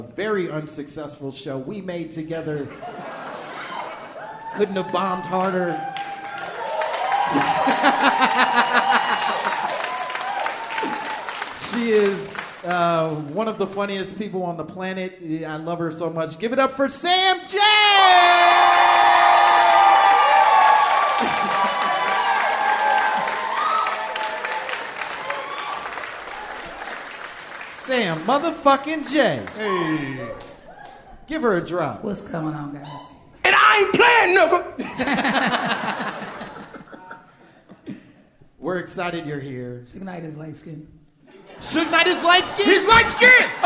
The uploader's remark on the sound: Live from NYC!